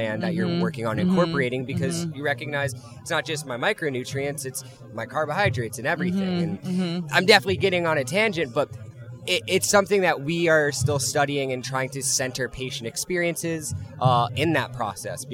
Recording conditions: busy venue